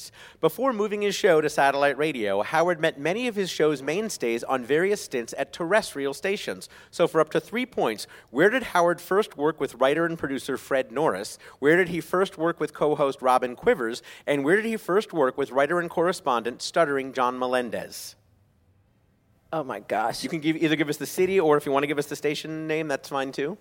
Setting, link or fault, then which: setting, busy venue